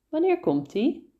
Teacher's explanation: So we mush the i e together with the komt.